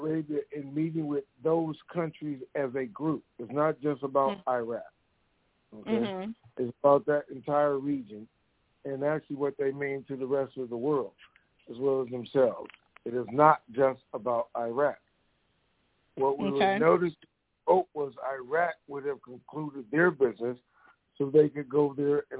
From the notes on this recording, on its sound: Conference Call